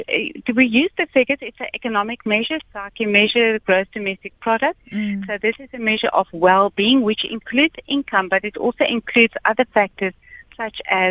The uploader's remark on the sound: we are joined on the line